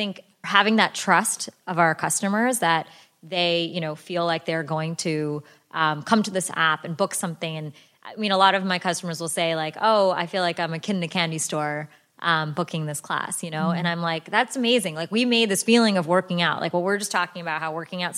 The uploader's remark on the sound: a live recording